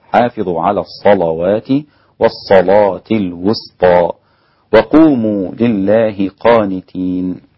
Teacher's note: حافظوا على الصلوات والصلاة الوسطى وقوموا لله قانتين، غلظ ورش اللامات في كلمة الصلاة